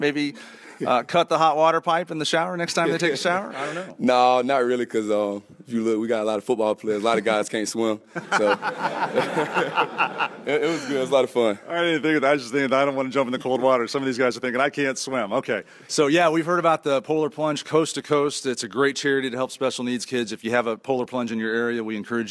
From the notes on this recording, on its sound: We begin this broadcast with a live audience at the University of Tennessee